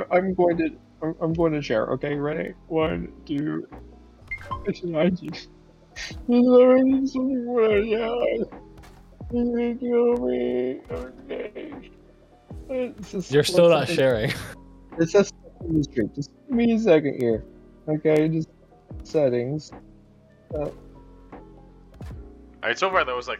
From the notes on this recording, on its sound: We will have better audio quality next time. Audio in background is Valheim.